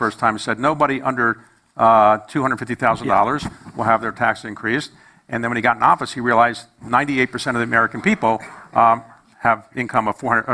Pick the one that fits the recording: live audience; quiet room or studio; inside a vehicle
live audience